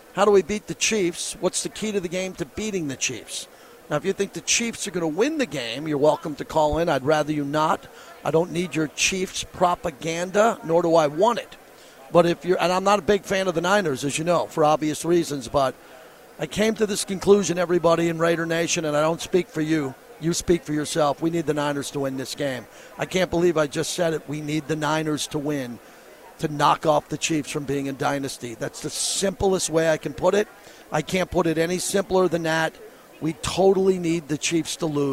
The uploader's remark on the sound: LIVE FROM RADIO ROW.